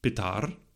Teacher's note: in the Sanskrit word for father, the stress was on the second syllable